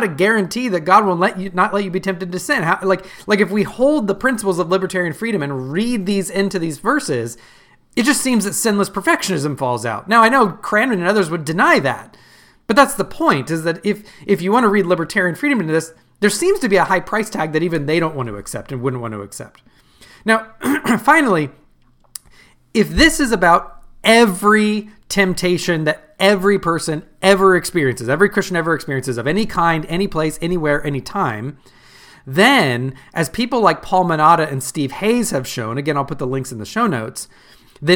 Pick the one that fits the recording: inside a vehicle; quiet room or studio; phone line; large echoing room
quiet room or studio